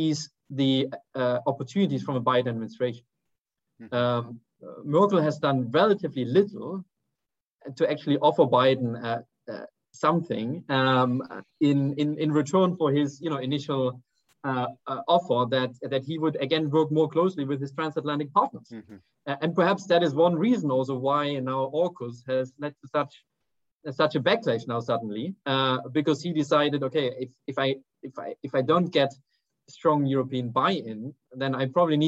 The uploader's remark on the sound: A recording of one of our digital events.